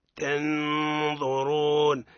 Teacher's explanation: اقرأ من قوله تعالى لن نؤمن لك حتى نرى الله جهرة فأخذتكم الصاعقة وأنتم تنظرون ثم نتدرج إلى الحرف المفخم، لا نقول تنظرون، لا نقول طم عند بعض من يعني فيها نشاز، نقول بداية بترقيق ثم تتدرج إلى التفخيم. تنظرون حينما تنطق بالضاء تجد نفسك أنها أخذت مشرب ضاء، معناها شوية من التفخيم.